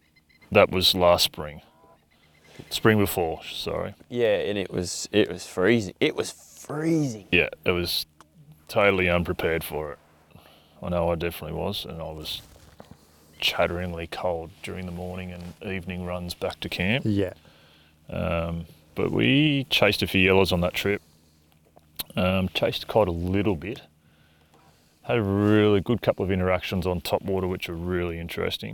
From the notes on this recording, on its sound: This is a new style of podcast… recorded on the water while fishing! Lake Eildon is a popular destination, so we planned a trip this winter to explore and unlock the lake. On the final night we decided to record an episode of the podcast, and we ended up doing it in the boat while fishing.